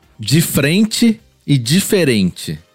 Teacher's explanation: eles não falam as vogais praticamente